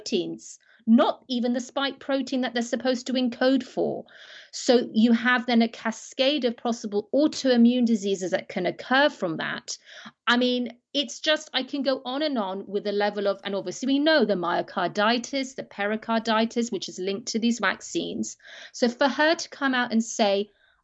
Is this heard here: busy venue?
no